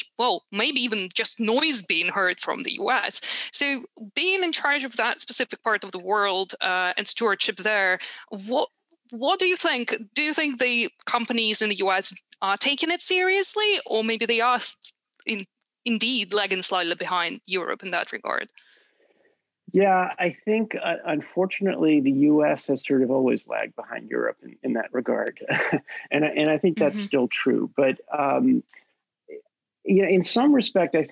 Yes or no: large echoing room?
no